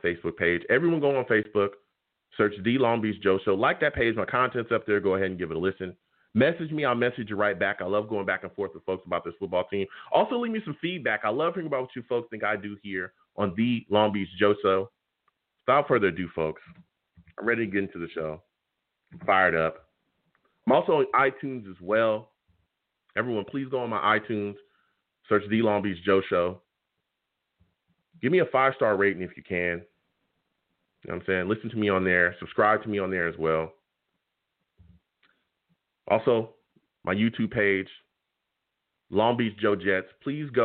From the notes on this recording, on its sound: I take live callers!